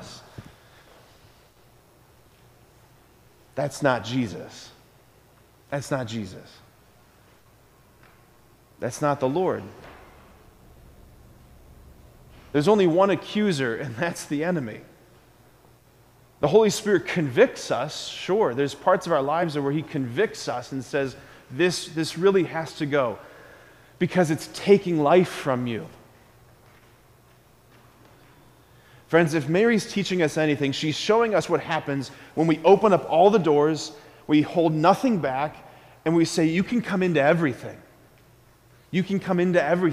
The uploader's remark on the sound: School Mass. At Sacred Heart of Jesus Catholic Church in Wadsworth, OH.